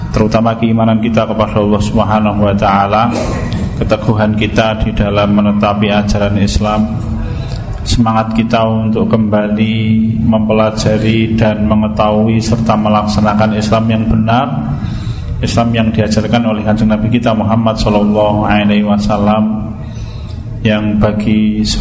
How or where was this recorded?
large echoing room